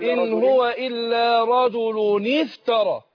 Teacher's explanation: كسرنا الساكن الأول اللي هو النون التنوين · Term: التقاء الساكنين